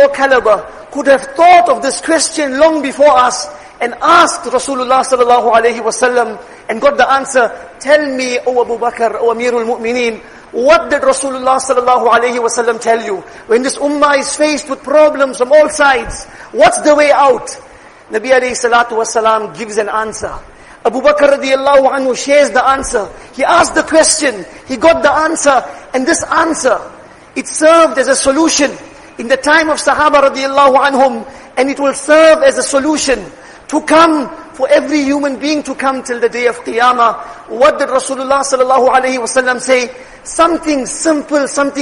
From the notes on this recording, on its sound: Jumuah lecture